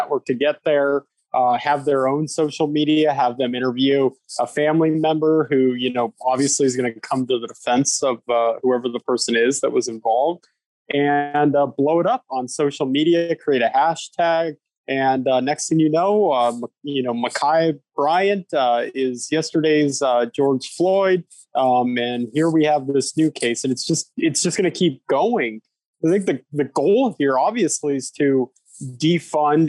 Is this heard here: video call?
yes